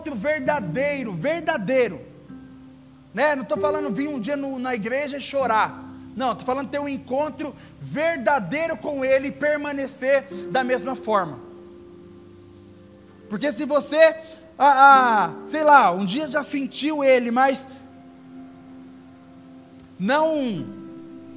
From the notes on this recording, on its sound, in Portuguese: Áudio do Culto de Domingo